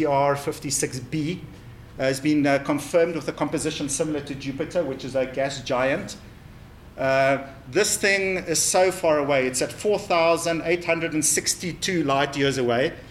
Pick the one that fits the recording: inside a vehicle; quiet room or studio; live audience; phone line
live audience